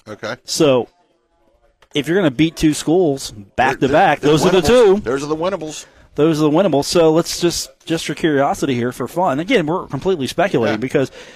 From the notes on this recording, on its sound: broadcast live on the road from The Union Pub and Grill in Huntington, West Virginia.